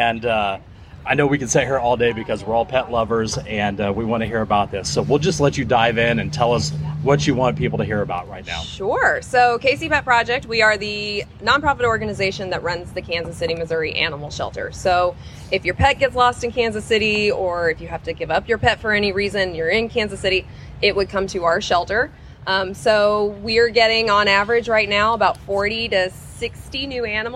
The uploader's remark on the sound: LIVE! from Boulevardia Festival 2023